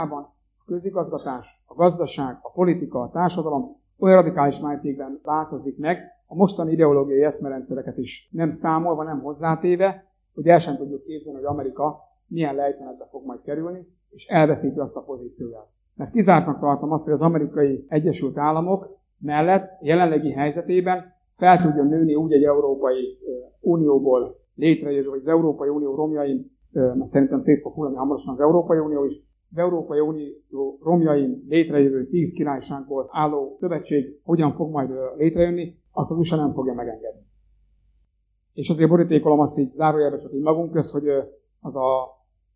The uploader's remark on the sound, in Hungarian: A felvétel a Jászsági Gyülekezet összejövetelén készült. A hangminőségért elnézést kérünk!